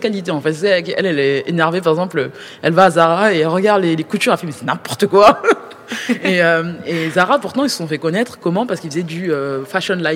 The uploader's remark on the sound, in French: C’est l’Académie du Climat, haut lieu de l’engagement politique écolo à Paris, qui nous ouvre ses portes. L'endroit idoine pour un enregistrement spécial et en public avec nos militants.